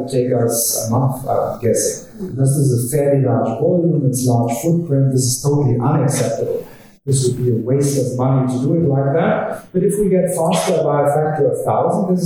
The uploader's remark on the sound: The podcast was recorded from an event held on Tuesday 9 April, 2019 at the University of Sydney.